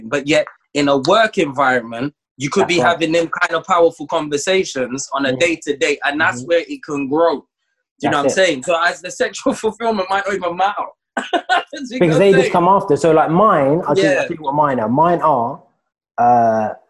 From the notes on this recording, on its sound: Filmed over Zoom